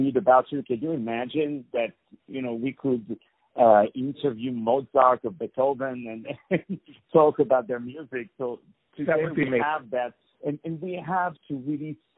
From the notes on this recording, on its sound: On the phone